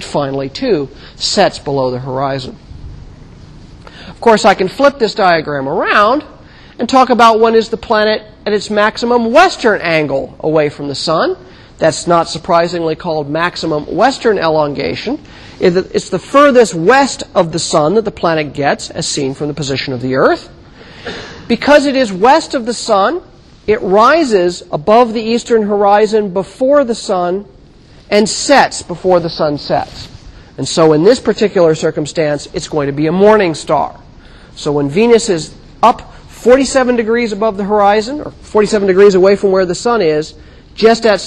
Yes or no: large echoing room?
yes